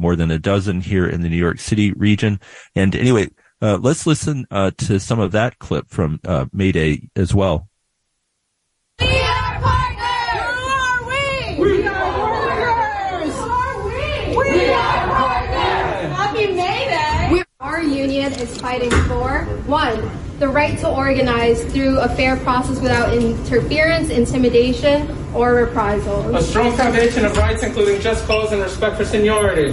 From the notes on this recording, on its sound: Sounds from May Day '23: Union Square Rally and Starbucks Workers Confront Management.